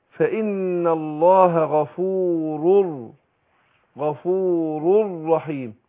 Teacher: أقول إيه فإن الله غفور رحيم ده إدغام بإيه بغير هن إدغام نون التنوين مع الراء إدغام بغير غنة